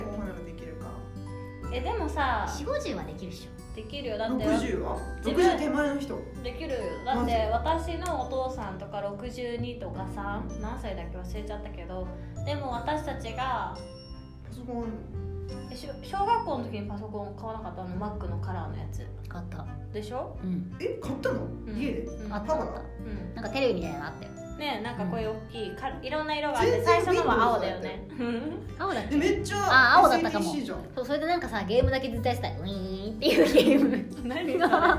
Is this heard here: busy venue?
no